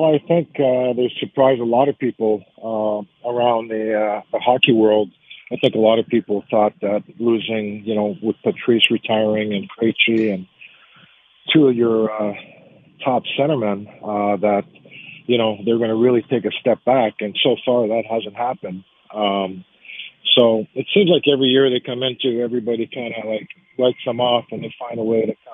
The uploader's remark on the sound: Calls in Live